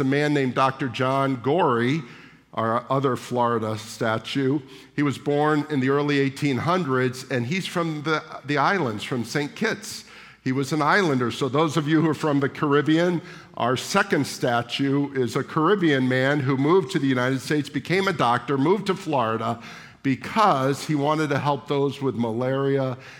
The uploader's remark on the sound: at the July 16, 2023 Sunday morning services of Boca Raton Community Church in Boca Raton, Florida